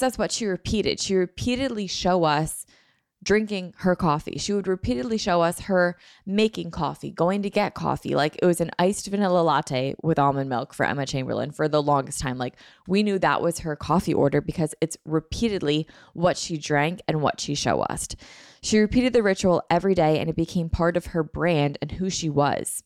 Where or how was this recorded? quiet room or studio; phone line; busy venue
quiet room or studio